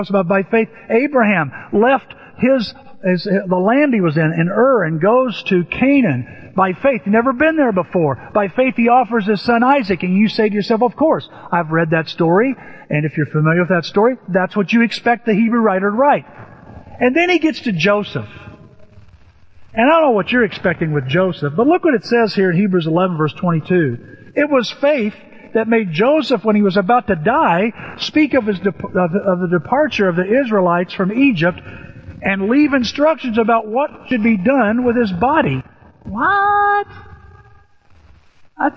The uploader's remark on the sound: Apologies for poor sound quality.